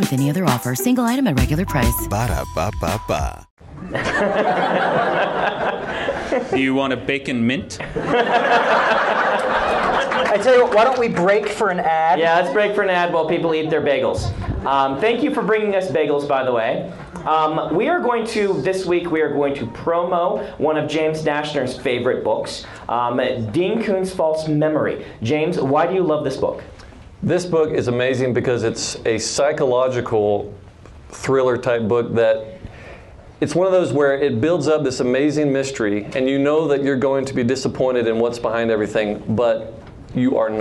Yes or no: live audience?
yes